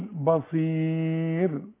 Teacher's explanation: وما دام عليها السكون وقبلها ياء ترقق